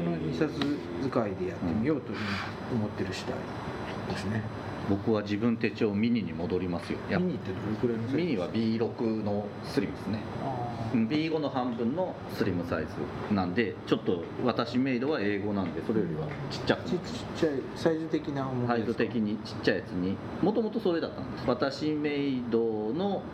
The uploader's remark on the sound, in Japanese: 今回、録音器のトラブルでノイズがあります。